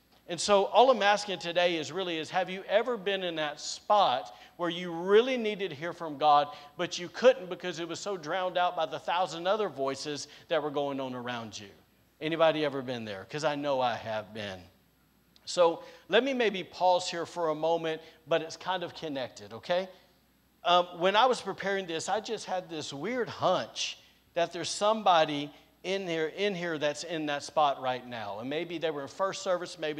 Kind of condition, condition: setting, large echoing room